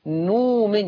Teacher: لفظ نؤمن في الآية 91 يقول نومن، يبدلها واو ليه؟ عشان قبلها ضم. ما هو يناسب الضمة الواو. · Term: إبدال